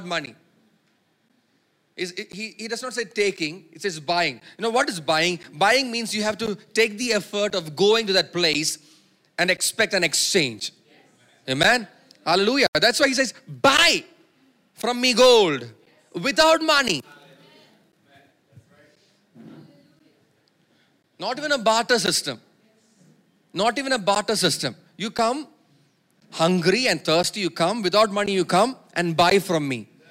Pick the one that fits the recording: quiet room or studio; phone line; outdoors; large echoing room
large echoing room